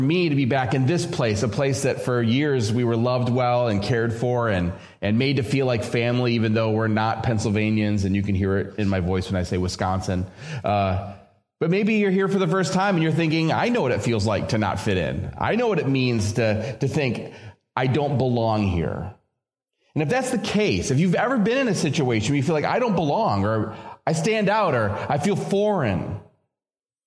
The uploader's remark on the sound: This episode features a sermon originally preached at Community Evangelical Free Church of Harrisburg, Pa.